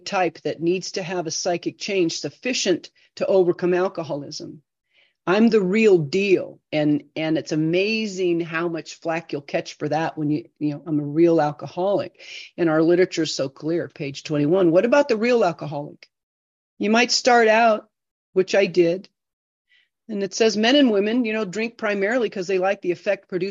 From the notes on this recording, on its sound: This zoom meeting was recorded in January 2024.